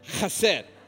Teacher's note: It's got to come from the back of your throat. Like you're spit.